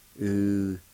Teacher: there's a faint H sound right before the L